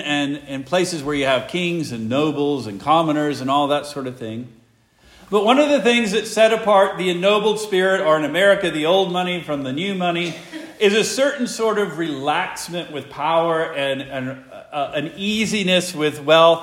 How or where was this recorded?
large echoing room